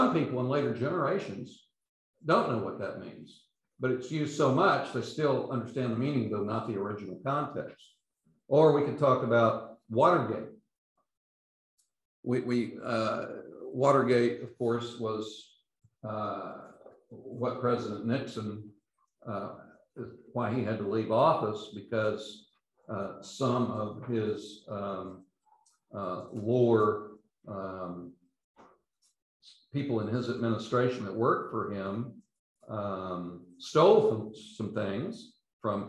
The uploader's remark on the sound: These podcasts are the recordings of the lectures.